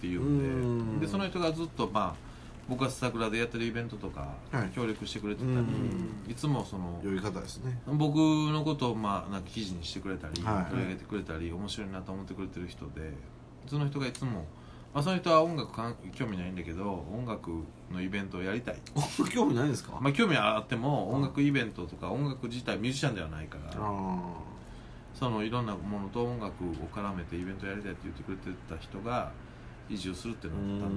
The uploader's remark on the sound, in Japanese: 神戸、SPACE DOG!RECORD(お店)より、。